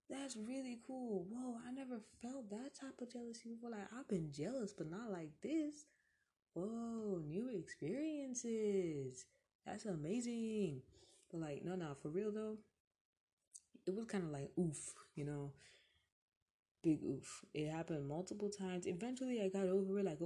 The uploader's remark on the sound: Enjoy this weeks background noise